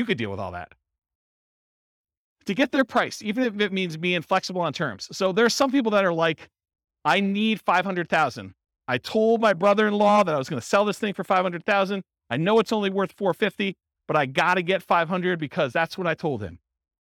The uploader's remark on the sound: This was a live class recorded